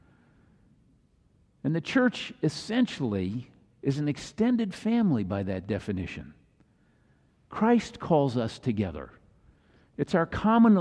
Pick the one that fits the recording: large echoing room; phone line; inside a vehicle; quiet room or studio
large echoing room